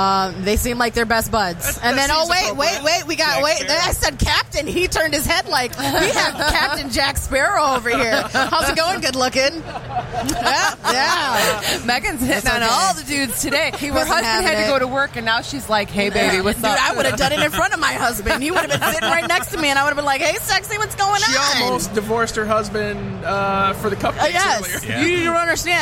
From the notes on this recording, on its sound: Live From Motor City Comic Con